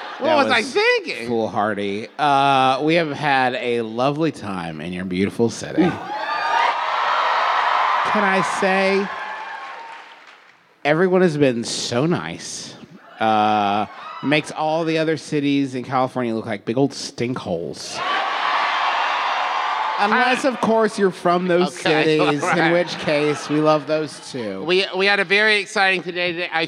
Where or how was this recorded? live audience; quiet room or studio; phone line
live audience